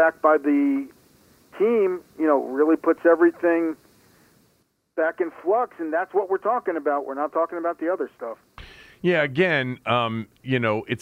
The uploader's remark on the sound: called in from Augusta